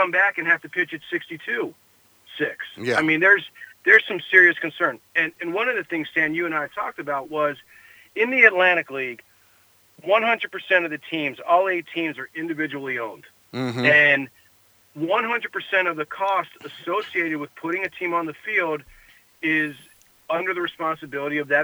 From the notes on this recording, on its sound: Former Bat Around co-host called